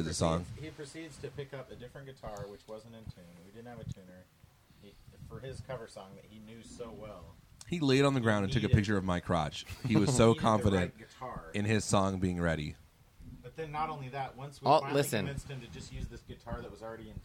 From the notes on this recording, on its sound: A special live episode recorded on a patio overlooking the Puget Sound and the Seattle skyline.